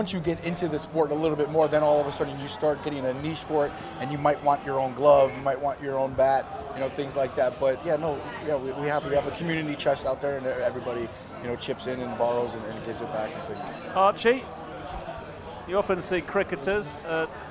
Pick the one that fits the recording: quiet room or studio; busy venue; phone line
busy venue